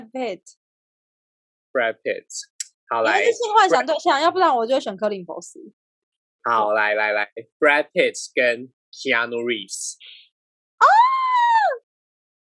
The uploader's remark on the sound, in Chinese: 本集採遠距錄音，因網路問題，時有斷訊、音訊不良或是雜音狀況產生。